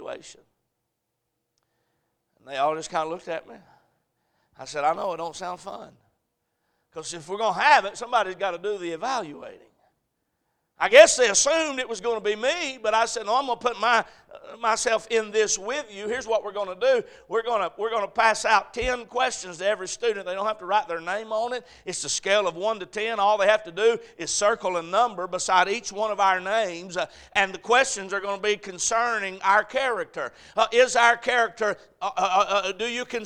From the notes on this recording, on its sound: A message preached at Crossroads Baptist Church